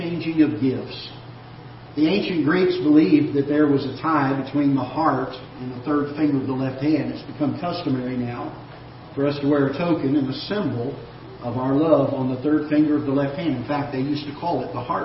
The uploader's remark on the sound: Ketha Heights Baptist Church ~ Live Broadcast